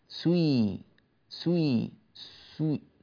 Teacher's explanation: بدأنا السين ونحن شفتان مضمومتان